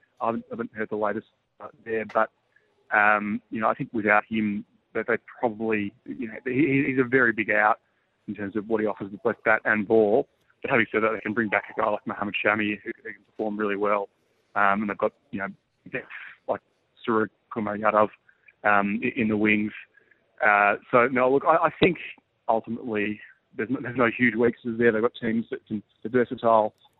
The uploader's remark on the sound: joined the show live from India